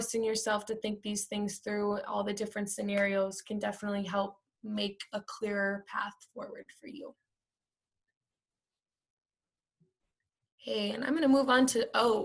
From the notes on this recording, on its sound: This is the audio from a virtual presentation